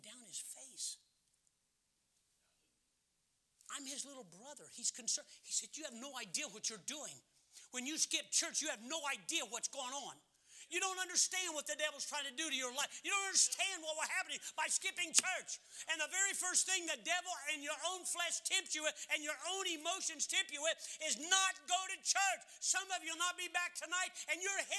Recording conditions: large echoing room